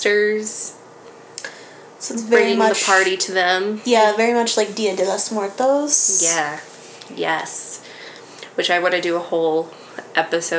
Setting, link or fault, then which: fault, sounds in the background